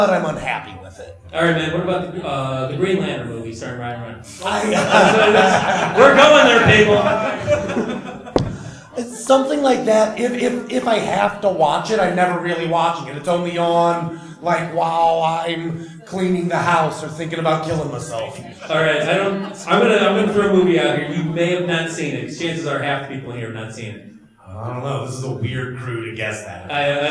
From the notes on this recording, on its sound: Street Interviews at the Indiana Comic Con 2017. One of our panels was our patented street interviews, and boy what a doozey! Recorded live in front of an audience, we had a chance to talk to many interesting people. What a lively crowd, we recorded this with ambient tabletop mics that captured the crowd and the chaos of the liveness.